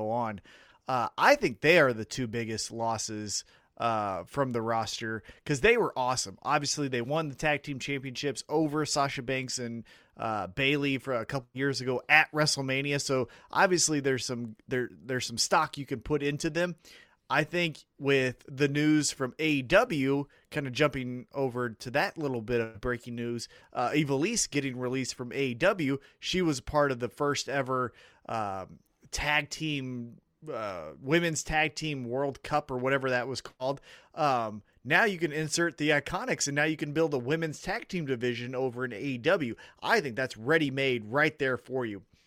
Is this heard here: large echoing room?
no